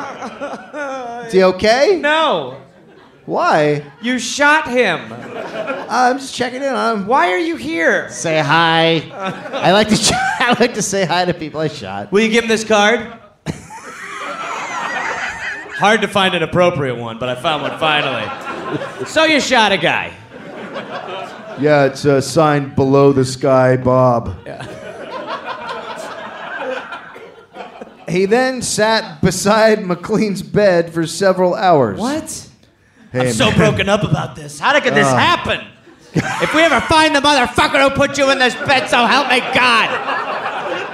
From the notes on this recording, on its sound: Live in Australia. Live in Canberra, Australia.